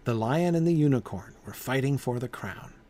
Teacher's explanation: Lion is stressed, and unicorn, the first syllable, both of those words is stressed. But in between the first syllable of lion and the first syllable of unicorn is three unstressed syllables.